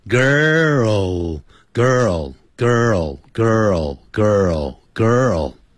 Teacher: 因为那个 L 音呢在字尾的时候啊要念成 o